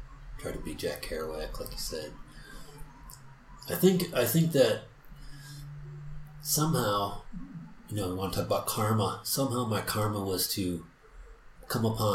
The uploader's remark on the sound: forgive the background noise that is heard throughout this.